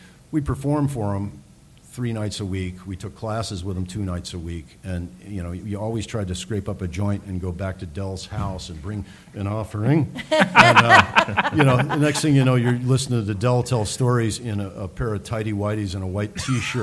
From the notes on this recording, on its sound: THE MOVIE SHOWCAST LIVE FROM THE L.A. IMPROV COMEDY FEST. Then it's off to Hollywood for a live broadcast from The 13th Annual Los Angeles Improv Comedy Festival.